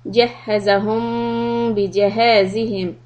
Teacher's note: When we have the mim sukoon followed by letter ba, it's ikhfa shafawi, we're going to stop for two harakat.